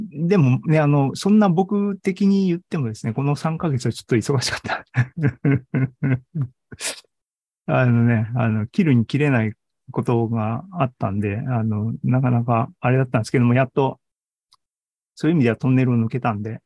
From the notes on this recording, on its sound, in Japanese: ２０２２年９月２８日に開催した ZOOMライブの模様です。